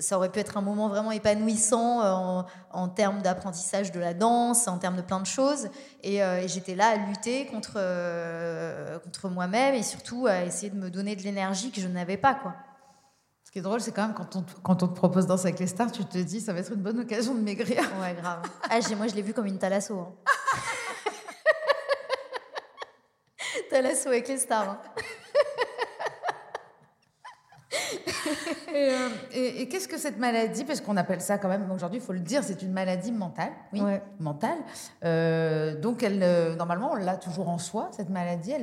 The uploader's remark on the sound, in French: Cette semaine nous sommes en LIVE à la Villa Yora. Enregistré en public pour la première fois.